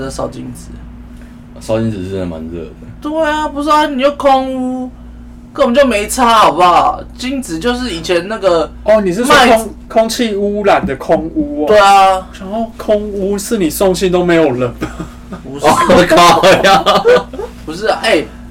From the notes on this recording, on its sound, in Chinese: 這集因為設備問題音質有點差。